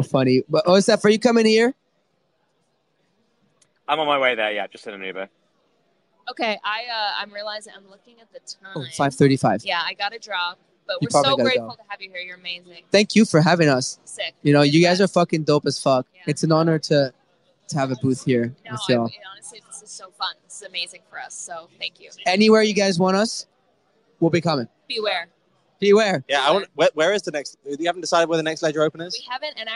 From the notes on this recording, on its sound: live from the Ledger open